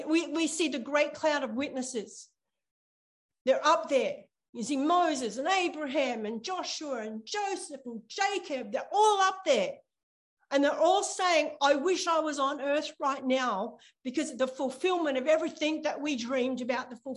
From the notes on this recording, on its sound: ZOOM Church